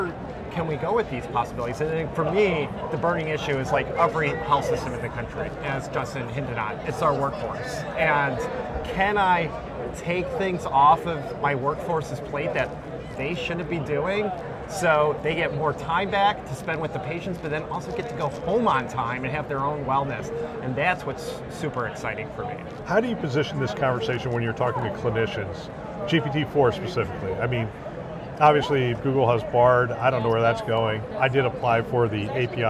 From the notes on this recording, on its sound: Interview in Action live from ViVe 2023